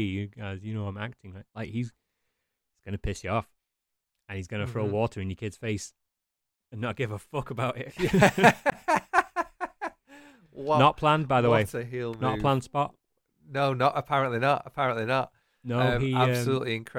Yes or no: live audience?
no